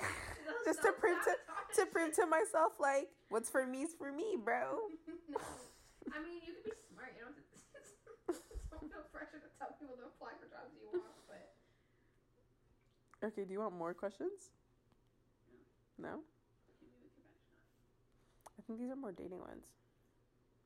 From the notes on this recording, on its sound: Sorry about weird editing and sound issues